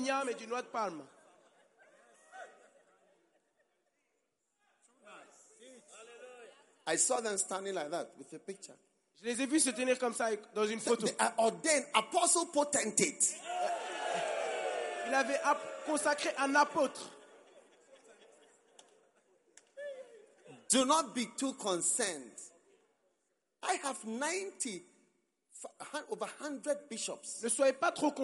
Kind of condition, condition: setting, live audience